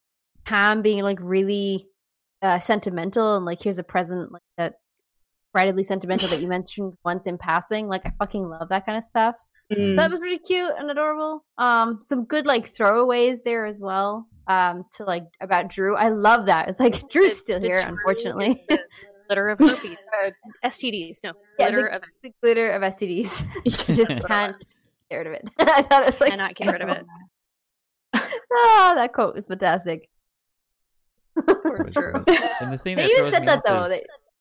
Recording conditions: drop-outs